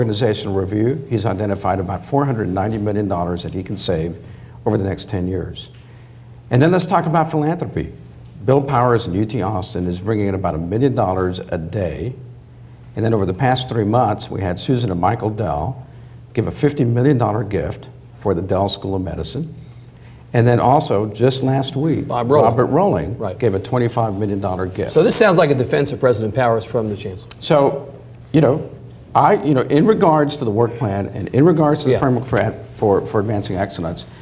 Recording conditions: live audience